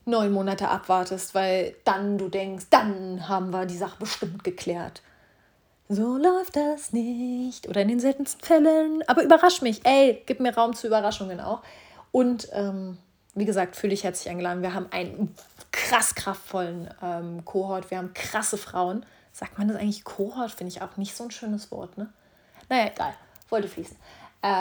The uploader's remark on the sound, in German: Schon hab ich mit dem Jingle Vorsatz gebrochen und schon wieder raw und uncuttet per Handy recorded.